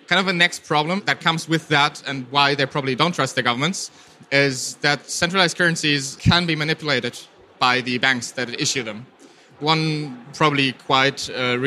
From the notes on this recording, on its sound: This Keynote was held at the ITCS FFM 2019.